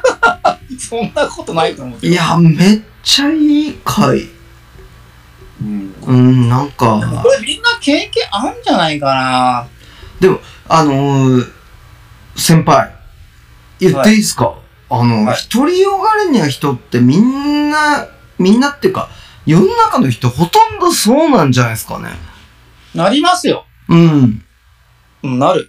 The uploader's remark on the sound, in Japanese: 暴走し続けるオンライン忘年会の件(音質悪回)。オンラインのため、音質悪くてすみません！